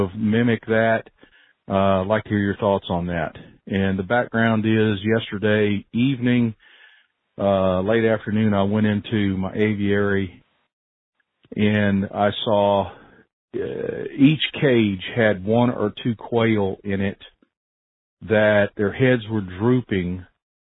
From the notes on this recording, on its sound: Today I take your phone calls